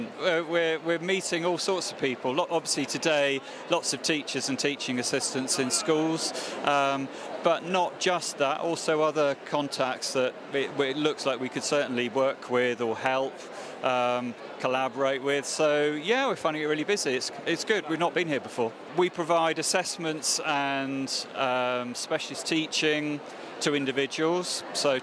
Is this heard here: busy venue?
yes